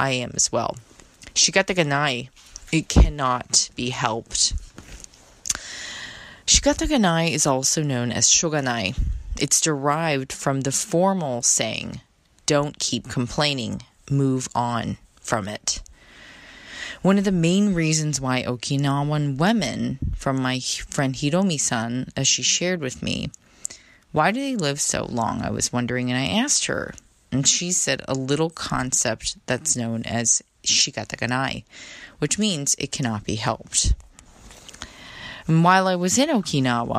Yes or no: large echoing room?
no